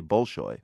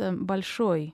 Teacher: In Russian, it's stressed on the last syllable · Shown in: second take · so it's Bolshoi.